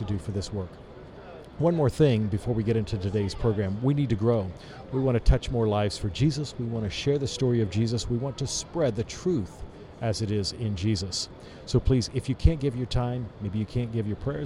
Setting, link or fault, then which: setting, busy venue